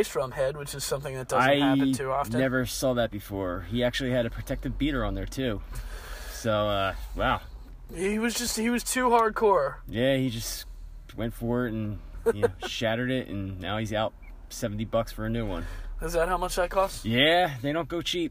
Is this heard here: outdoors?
yes